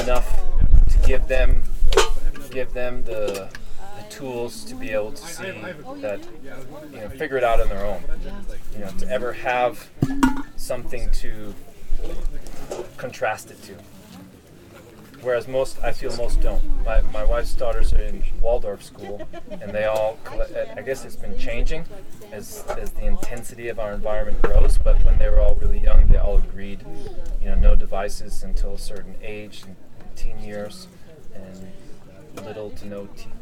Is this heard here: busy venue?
yes